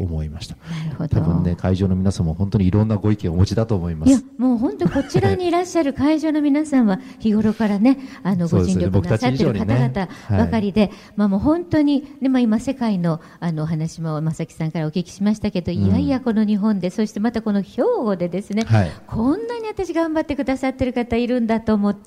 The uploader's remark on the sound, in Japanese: 公開録音「地球と共生・環境の集い2020」